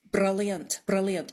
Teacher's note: they do a tapped R, which is tip of the tongue on the gum ridge bouncing off. It's so it's like a rolled R, but it's like one instead of many, many all in a row, if you know what I mean.